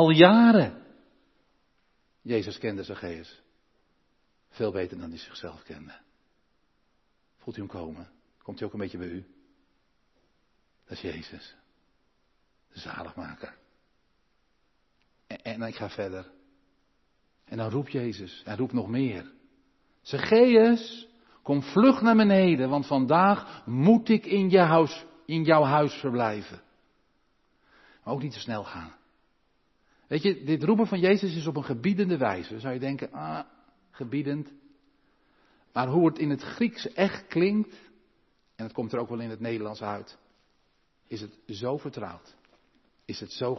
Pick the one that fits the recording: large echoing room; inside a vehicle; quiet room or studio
large echoing room